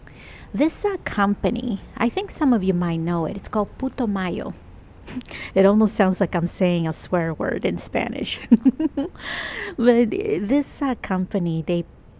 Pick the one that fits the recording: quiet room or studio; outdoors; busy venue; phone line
outdoors